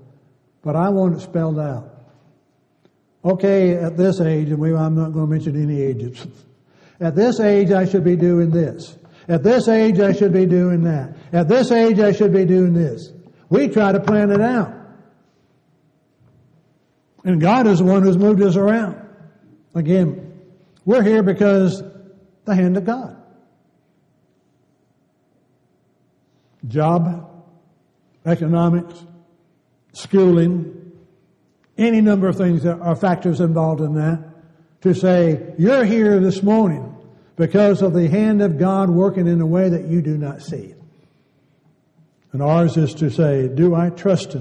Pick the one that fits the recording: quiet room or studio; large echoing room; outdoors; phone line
large echoing room